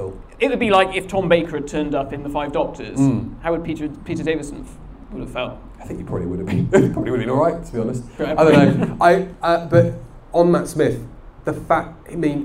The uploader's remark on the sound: LIVE at Pandorica 2021.